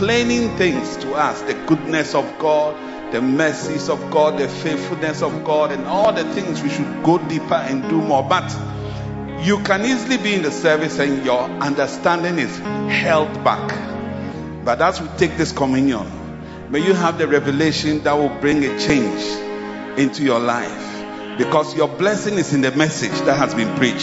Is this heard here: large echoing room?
yes